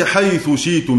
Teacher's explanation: لما أدغمت حيث شيتم، دي حيث شيتم كان حركة الثاء أشير له بضم الشفتين، أو أفك الإدغام وآتي بجزء الحركة ثلثي الحركة لأنه اختلاس، حيث شيتم، فيعلم المستمع أن حركة الثاء الضم، وعلى ذلك فقيسوا. · Term: الإشمام